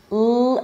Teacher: Then you bring the tongue up for an L sound, L, and then relax it, drop it down to a schwa